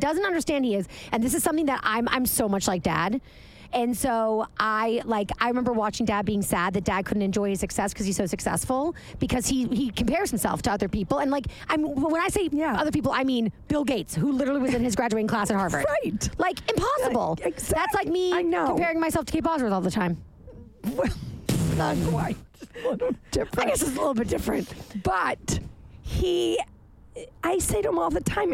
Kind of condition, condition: setting, inside a vehicle